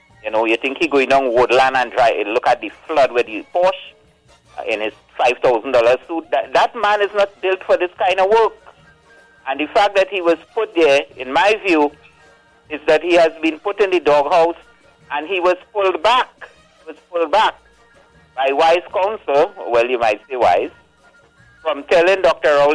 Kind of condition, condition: link, phone line